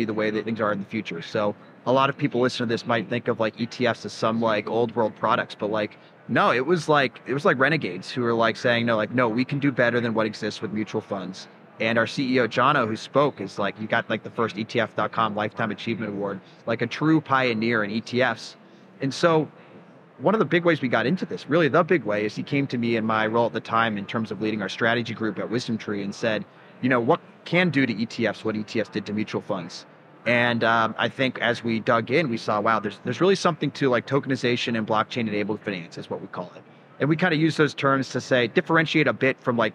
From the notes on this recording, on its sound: Live from Consensus 2023